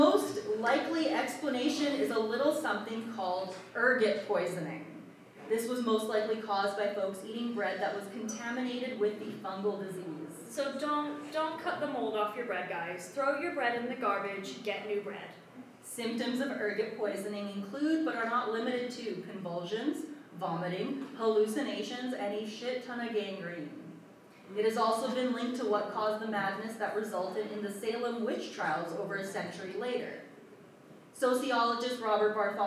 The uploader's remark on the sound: The Grim Curriculum Live Show at Felice Cafe. Our very first live show. Apologies for the audio quality.